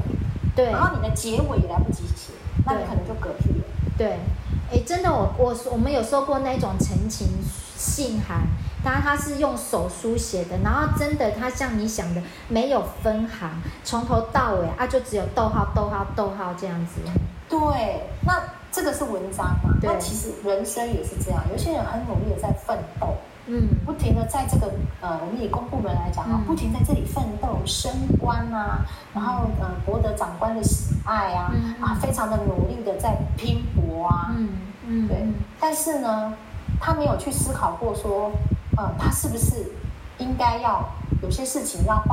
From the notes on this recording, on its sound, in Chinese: 後製時，發現有些雜音，聽起來沒那麼愉悅，還請聽眾們稍忍一忍